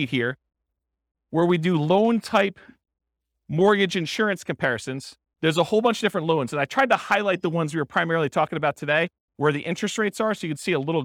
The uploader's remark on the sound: This was a live class recorded.